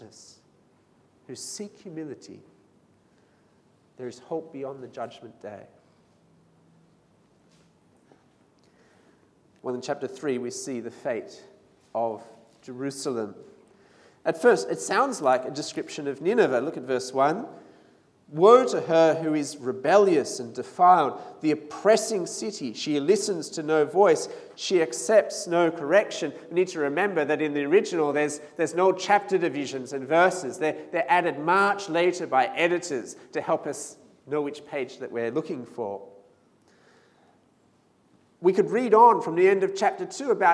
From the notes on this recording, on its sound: This sermon was preached at St Mary's Cathedral on 15th December 2019.